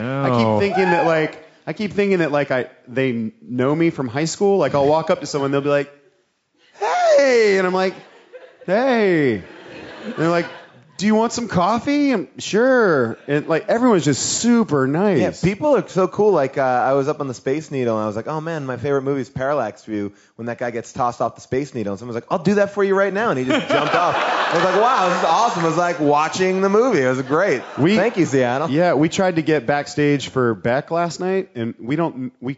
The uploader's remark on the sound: We talked with them live on stage at Bumbershoot.